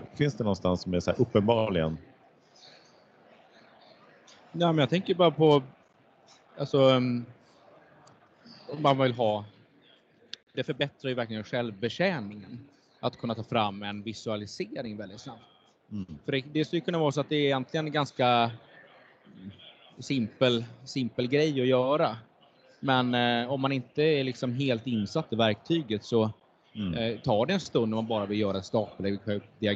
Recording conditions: busy venue